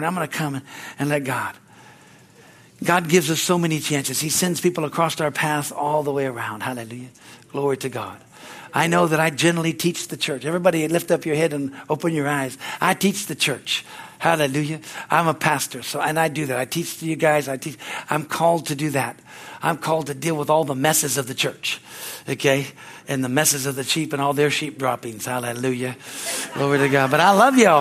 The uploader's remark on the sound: from the Sunday service on August 6, 2023 at Harvest Bible Church in Stockton, CA